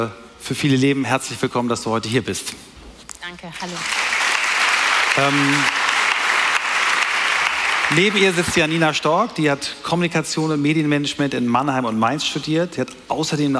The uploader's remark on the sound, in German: heute live von der Work Awesome